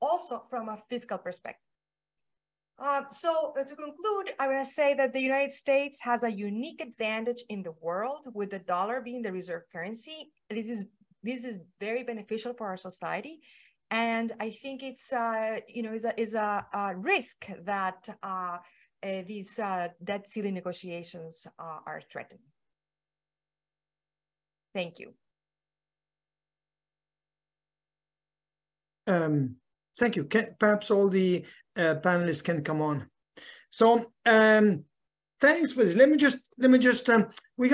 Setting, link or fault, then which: link, video call